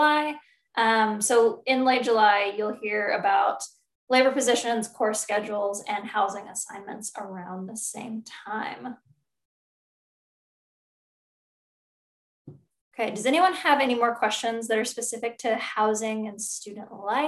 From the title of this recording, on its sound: Zoom Info Session